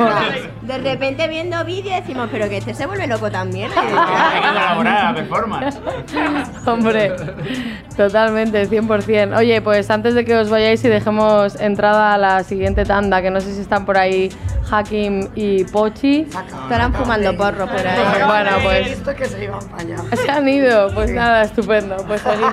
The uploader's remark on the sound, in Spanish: Capítulo especial dentro del festival Primavera Sound